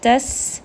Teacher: seen is going to have safir. It's going to have a little bit of that whistling.